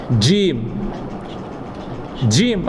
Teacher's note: يعني في اللغة المصرية اللغة العربية مفيش حاجة اسمها جيم. في جيم والجيم دي انت بتنطقها خليط من الدال والجيم